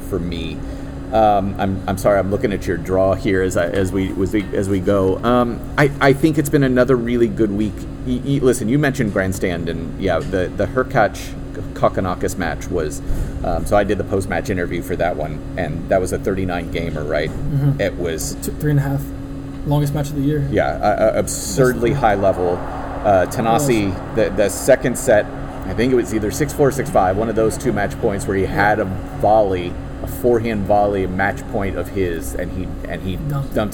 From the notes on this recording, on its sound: Despite the background noise in the confines of the Hard Rock Stadium, really enjoyed these two conversations!